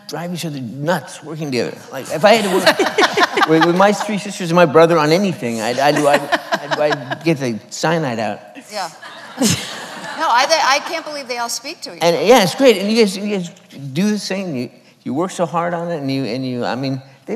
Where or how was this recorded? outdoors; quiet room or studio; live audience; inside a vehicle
live audience